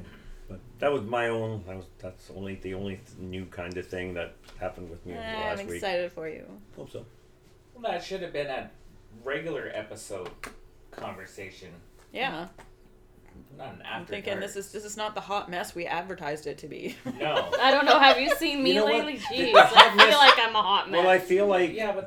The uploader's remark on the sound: We are still working on perfecting the Blue Yeti microphones and the sound testing.